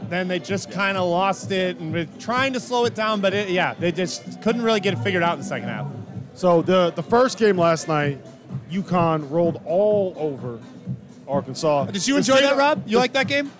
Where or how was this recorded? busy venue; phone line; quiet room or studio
busy venue